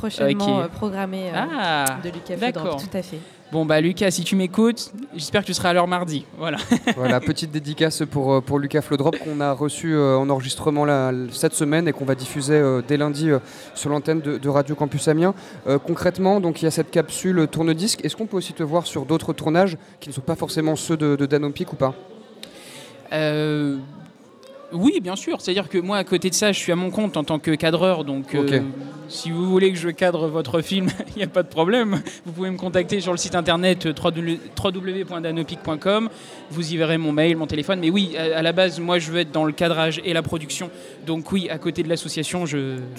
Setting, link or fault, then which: setting, busy venue